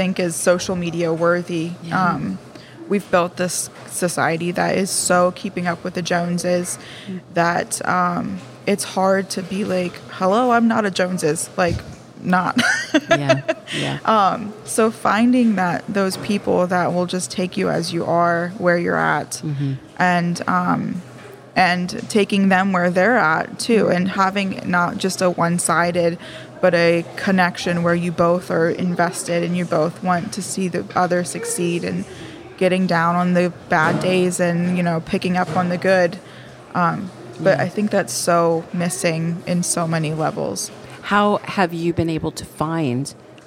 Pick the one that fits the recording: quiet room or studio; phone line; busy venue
busy venue